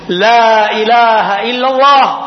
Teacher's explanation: വായയുടെ അകത്തു നിന്ന് വരേണ്ട അക്ഷരങ്ങൾ മാത്രമേ അതിലുള്ളൂ. ചുണ്ടുകൊണ്ട് ഉച്ചരിക്കേണ്ട അക്ഷരങ്ങൾ ഒന്നും അതിലില്ല.